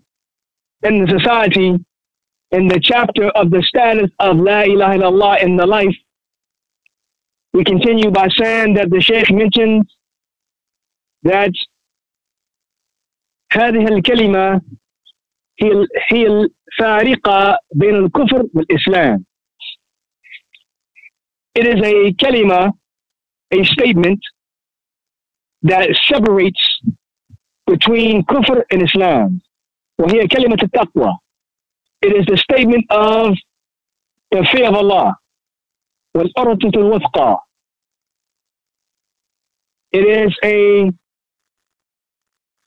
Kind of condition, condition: link, phone line